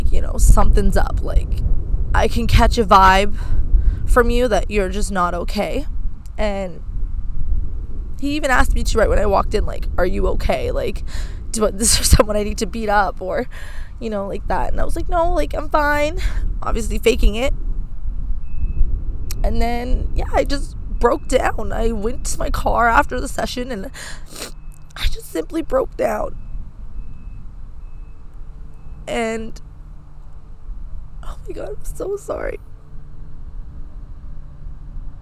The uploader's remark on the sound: As she records this weeks episode outdoors in a park. Sorry for the wind and airplane noise.